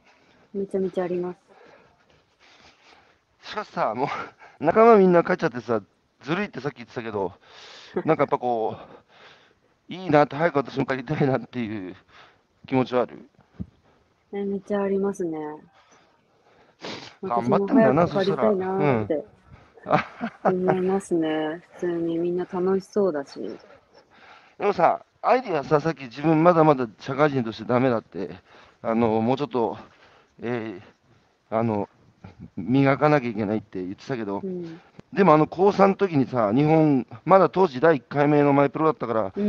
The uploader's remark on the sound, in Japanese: 歩きながら1時間、対談する